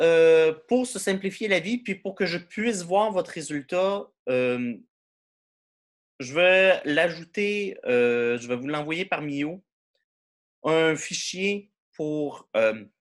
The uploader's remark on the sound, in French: cours en ligne sur Zoom